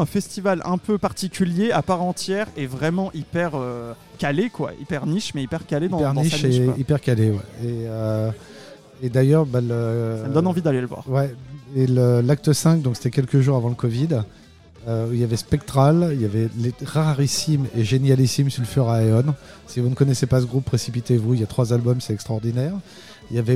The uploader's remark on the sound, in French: Le podcast Rock et Metal hebdomadaire de la plateforme SVOD THE PIT et Gérard Drouot Productions, enregistré et diffusé en direct dans le bar parisien Hellfest Corner.